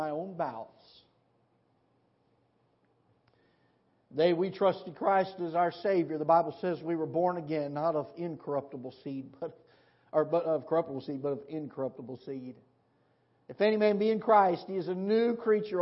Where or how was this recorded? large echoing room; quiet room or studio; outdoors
large echoing room